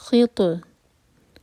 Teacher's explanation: تو پر قلقلہ اور تو ہیوی لیٹر ہے